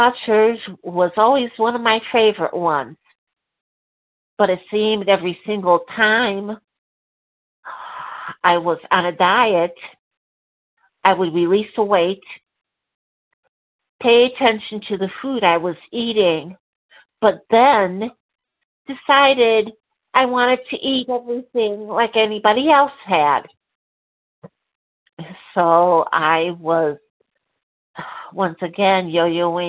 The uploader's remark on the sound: 100 Pounders Phone Meeting, 2/11/23.